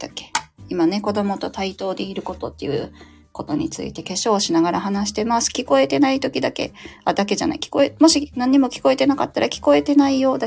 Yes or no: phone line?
no